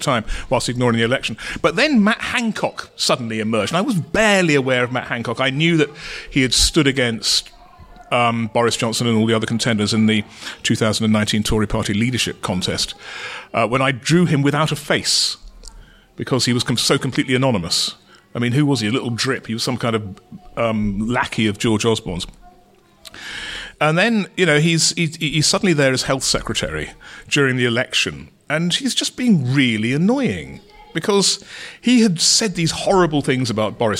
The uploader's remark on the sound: At Stoke Newington’s legendary Thai restaurant Yum Yum. At Stoke Newington’s legendary Thai restaurant Yum Yum.